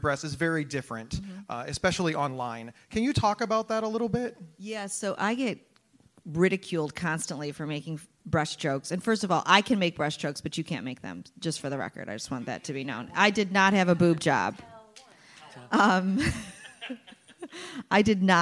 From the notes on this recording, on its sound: live recording of the Psych Central Show at HealtheVoices 2018